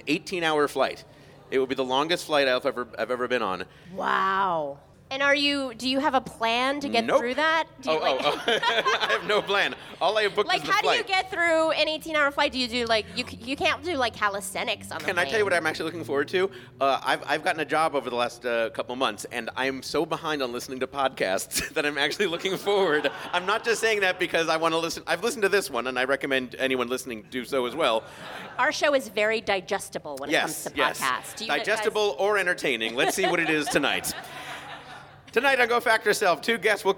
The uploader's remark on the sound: The show is recorded at the Angel City Brewery in downtown Los Angeles. The show is recorded at the Angel City Brewery in downtown Los Angeles.